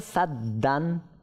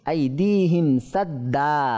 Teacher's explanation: এক জবর করে এক আলিফ করে টেনেই থামবো · Shown in: second take